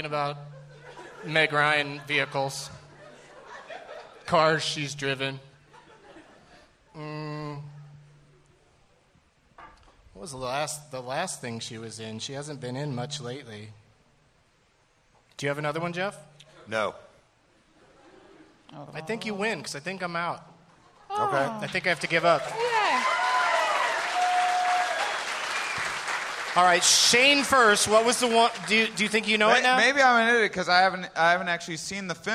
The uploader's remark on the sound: Live from the Tempe Improv in Tempe, Arizona